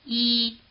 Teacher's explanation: 1 has the high tone. It seems to hang in the air.